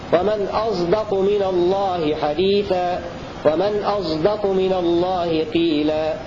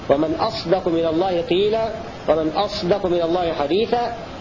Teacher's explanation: بإشمام الصاد الساكنة التي قبل الدال صوت الزاي · Shown in: first take · بشرط أن تكون صاد ساكنة بعدها دال في نحو قوله تعالى ومن أصدق من الله حديثا ومن أصدق من الله قيلا.